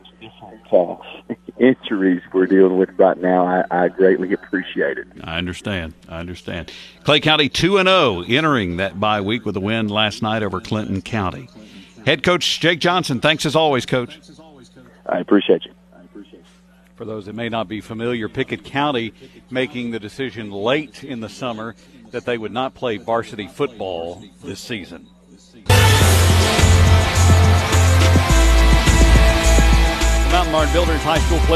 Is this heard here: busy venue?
yes